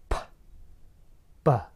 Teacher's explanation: They both require you to use both of your lips.